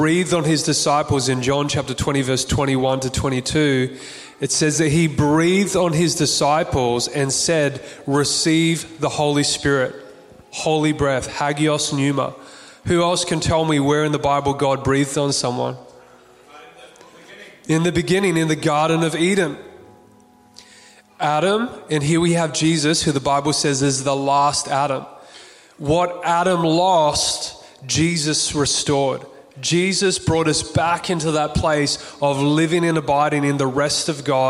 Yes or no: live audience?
yes